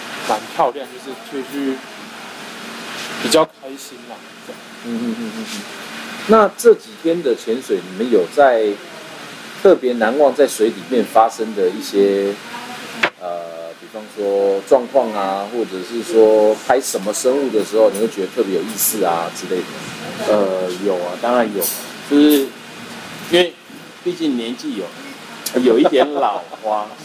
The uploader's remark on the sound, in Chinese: 我們移地來到了 菲律賓 八打雁 的 阿尼洛(Anilao)，錄製過程中因為在度假村餐廳，收音方面可能會有些許雜音，請各位聽眾多多見諒～。